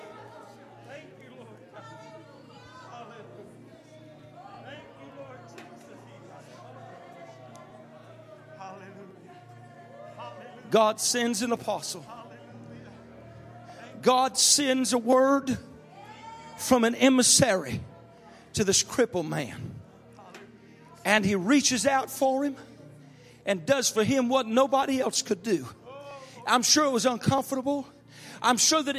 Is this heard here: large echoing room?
yes